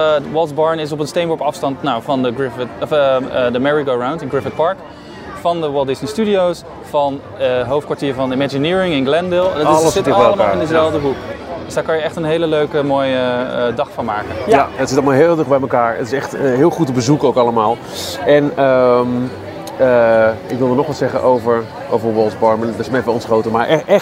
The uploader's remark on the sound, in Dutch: Samen met 60 enthousiaste luisteraars en Disney liefhebbers. Live vanuit Disneyland, Anaheim.